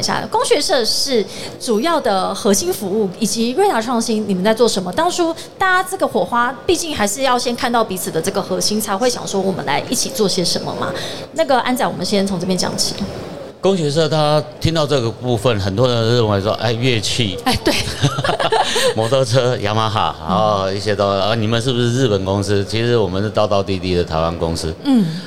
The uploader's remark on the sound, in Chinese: 2022 Taipei Cycle台北國際自行車展-Live Podcast